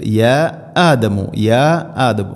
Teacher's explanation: മദ് മുൻഫസിൽ, നാലോ അഞ്ചോ ഹർക്കത്ത് വരെ നീട്ടാവുന്ന മദ്. മദ്ദിൻ്റെ അക്ഷരമായ അലിഫിനു ശേഷം ഹംസ വേറെ പദത്തിൽ യാ ആദമു, യാ ആദമു.